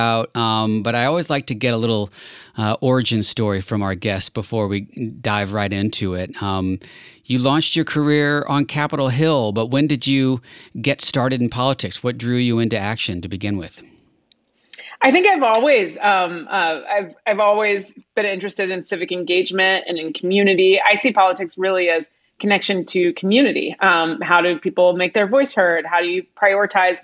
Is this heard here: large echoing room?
no